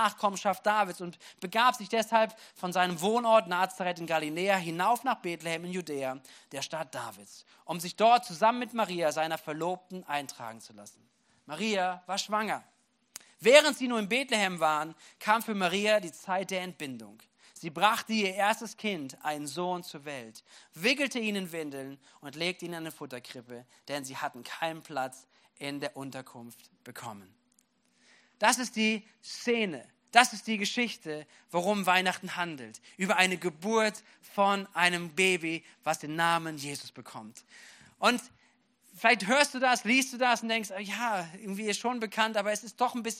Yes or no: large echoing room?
yes